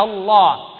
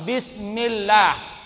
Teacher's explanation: Adapun lam, Bapak aman, hanya ada pada lafaz Allah, baik Allahu atau Allahumma. Adapun Allah, Bapak tebalkan ketika A, Allah, ketika U, Rasulullah. Tipiskan ketika kasrah, bismillah.